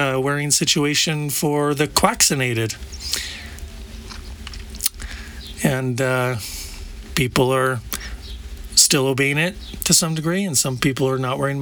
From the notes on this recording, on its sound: I recorded this episode at Hot Spring Glamp Camp in New Mexico. I recorded this episode at Hot Spring Glamp Camp in New Mexico.